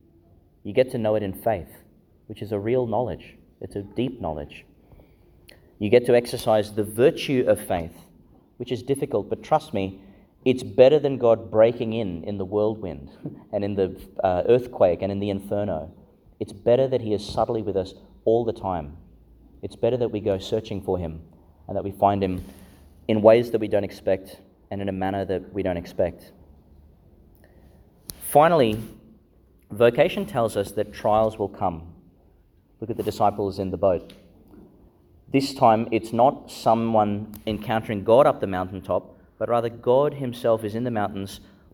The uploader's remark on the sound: Homily for the Nineteenth Sunday in Ordinary Time, delivered in Our Lady Star of the Sea Church, Gladstone.